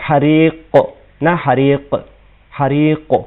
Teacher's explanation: اور یہ ایک نقطہ بیان کر رہا ہوں کہ حریق قاف جو ہے آپ نے اس میں قلقلہ کیا ہے، لیکن قاف چونکہ آپ جانتے ہیں اس میں صفت تفخیم ہے یعنی موٹا پڑھا جائے گا. حریق نہ حریق، حریق قاف کو موٹا کر کے پڑھیں گے.